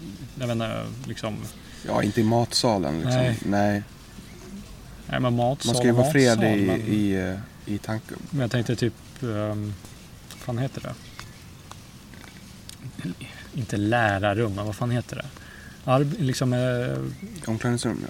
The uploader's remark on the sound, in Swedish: Vi gjorde oss minst lika bekväma på gräsplätten i parken till denna inspelning också.